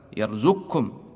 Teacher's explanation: يرزقكم إدغام القاف في الكاف لأنها استوفت الشروط، حركة قبل القاف ميم بعد الكاف، فيقرأ هكذا: يرزقكم.